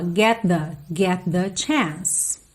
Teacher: Get com the, junta num som só